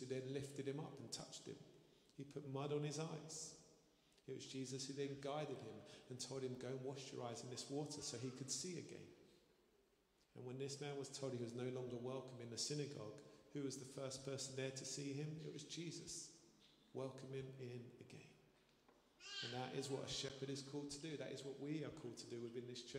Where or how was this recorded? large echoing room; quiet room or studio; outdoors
large echoing room